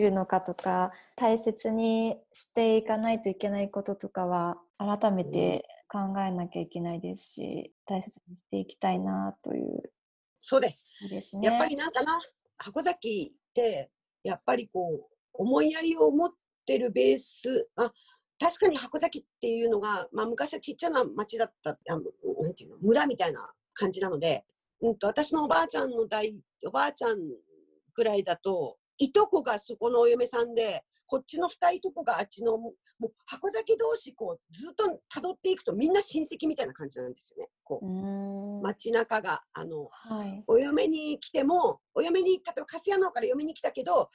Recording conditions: video call